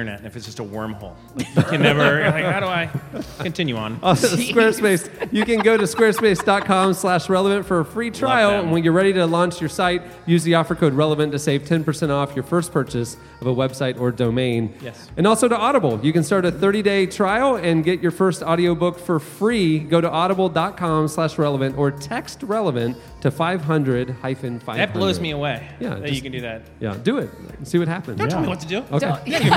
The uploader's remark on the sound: For our live taping of the RELEVANT podcast’s 600th episode